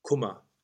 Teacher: the double M makes the vowel open and short. So it's Kummer. · Term: open U sound